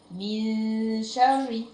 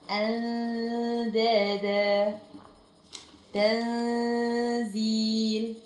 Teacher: بجيب صوت الغنه بتاع النون اللي هو زمنه حركتين، بعدين بنطق الحرف اللي ايه اللي وراه. · Term: اخفاء